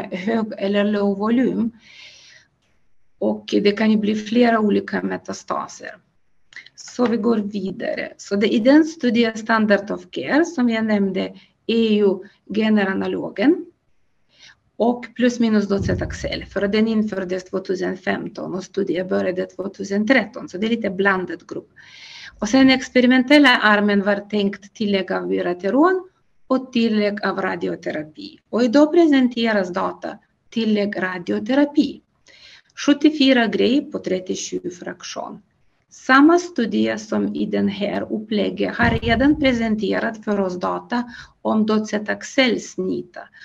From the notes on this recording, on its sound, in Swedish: Ljudinspelningen från SOF:s webbinarium.